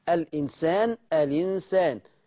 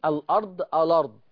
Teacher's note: إن ورش ينقل حركة الهمزة للألف واللام · Term: النقل